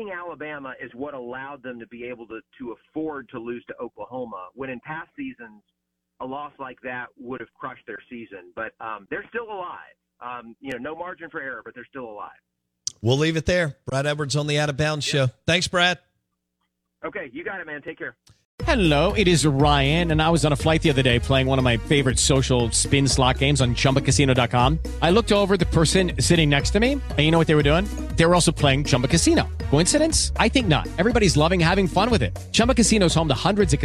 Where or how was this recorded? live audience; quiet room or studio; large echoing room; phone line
phone line